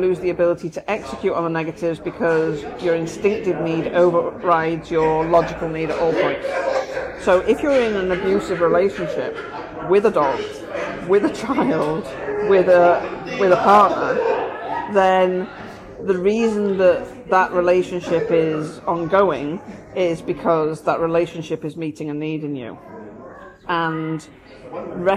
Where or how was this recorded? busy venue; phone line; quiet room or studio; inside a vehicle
busy venue